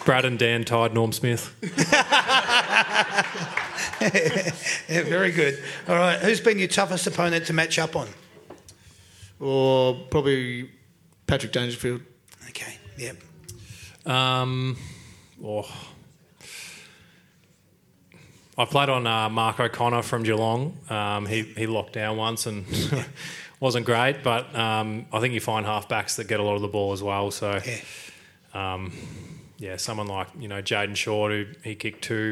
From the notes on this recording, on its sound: That's Good for Footy panel show LIVE from the Mulgrave Country Club in Wheelers Hill. That's Good for Footy is a LIVE & interactive footy panel show for all the family.